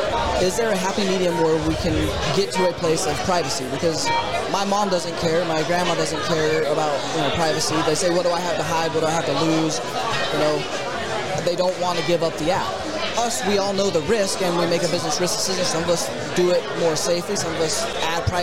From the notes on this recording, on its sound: Trimarc Live at Shmoocon 2023.